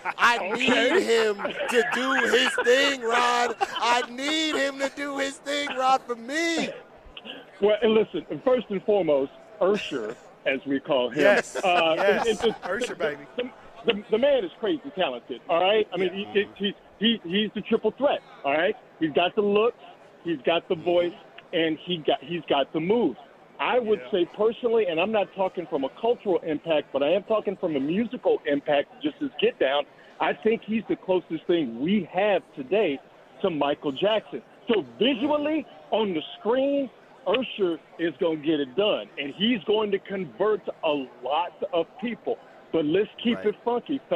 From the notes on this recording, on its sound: The Radio Row festivities continue live from Las Vegas